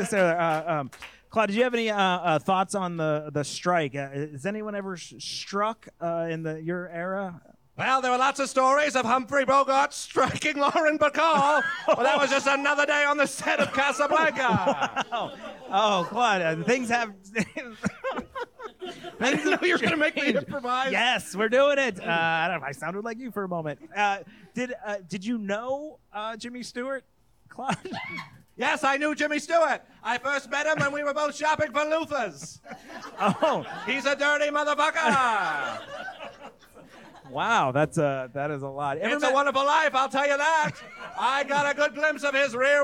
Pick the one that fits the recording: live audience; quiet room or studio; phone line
live audience